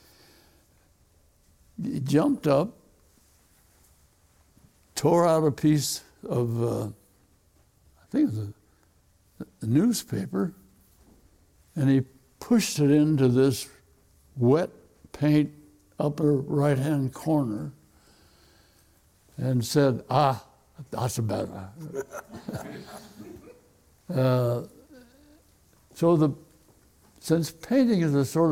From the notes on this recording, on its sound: Recorded in front of a live audience at Acquavella Galleries in New York.